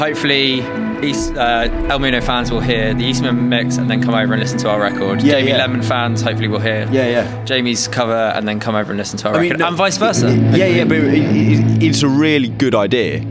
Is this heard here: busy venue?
yes